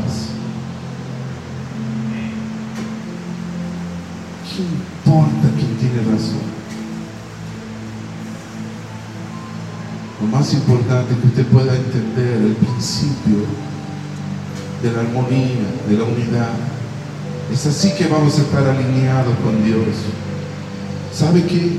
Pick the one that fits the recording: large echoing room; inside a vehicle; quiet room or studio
large echoing room